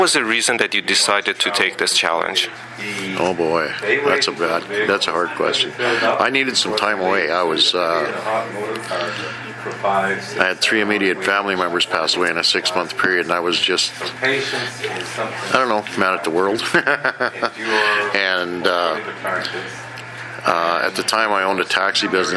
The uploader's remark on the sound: This podcast was recorded during CUSO-VSO's 50th Anniversary Kick-off celebrations in Vancouver, BC.